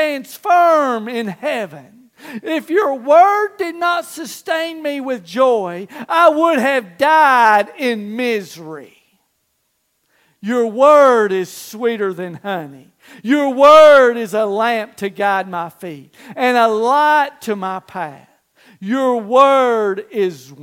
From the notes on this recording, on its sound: Recorded live April 23rd, 2023